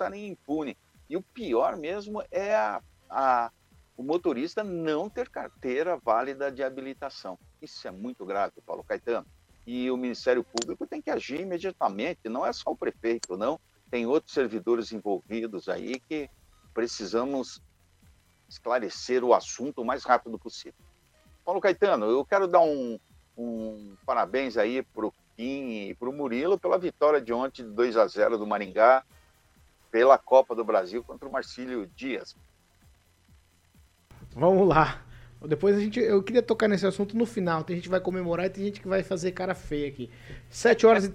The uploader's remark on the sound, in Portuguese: Por telefone o deputado comentou